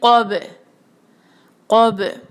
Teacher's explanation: کلکلا واضح ہونا چاہیے، چھوٹا سا دبا ہوا نہیں بلکہ قوب قوب.